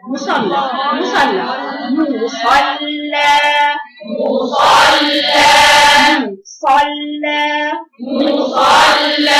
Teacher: انزلي في الميم واطلعي في الصاد وانزلي في اللام